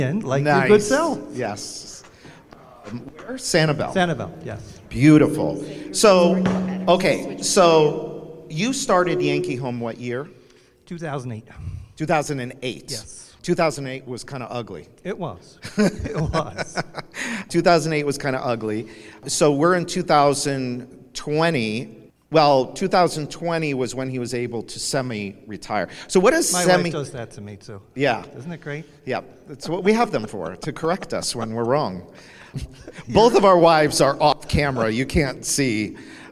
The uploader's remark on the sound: It was all recorded while we shared a cocktail at this year’s Accelerate LIVE! In Fort Lauderdale.